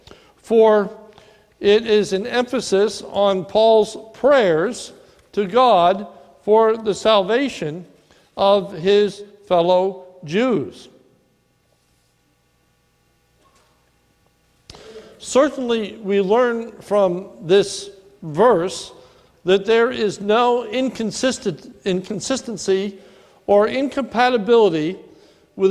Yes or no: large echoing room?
yes